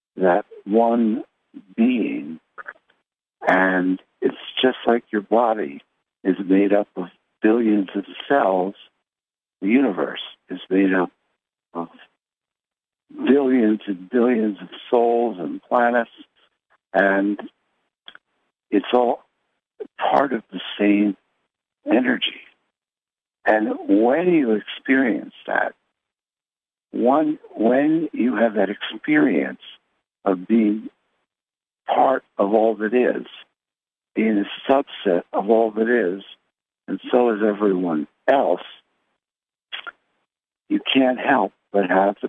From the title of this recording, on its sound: Conference Call LIVE, April 25, 2022